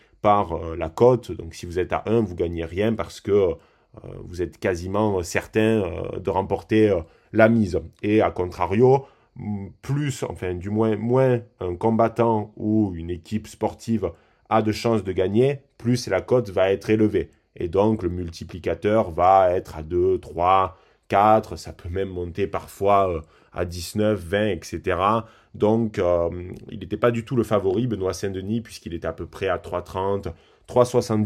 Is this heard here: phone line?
no